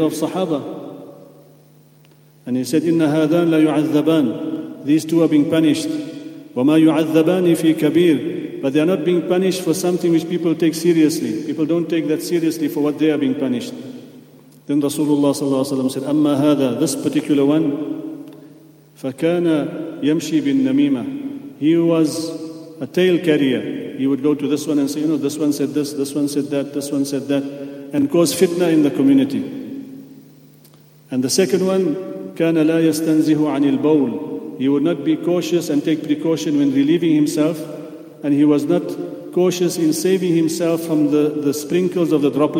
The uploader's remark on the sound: at the Houghton Masjid (West Street)